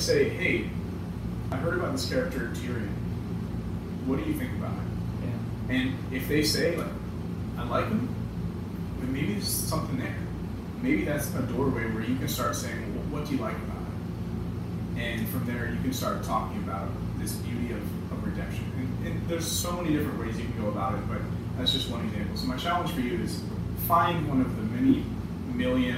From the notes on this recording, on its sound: We apologize for the audio issues this week